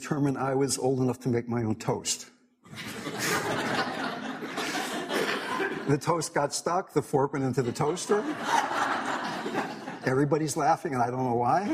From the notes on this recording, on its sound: In this talk, given at the Symington Cancer Conference